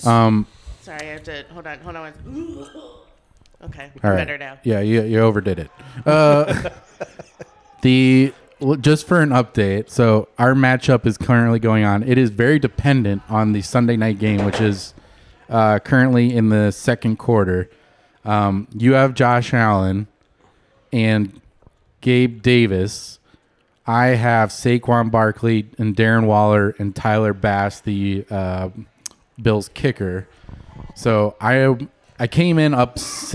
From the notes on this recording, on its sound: Live from Hershey!! Coming to you live from Hershey, PA.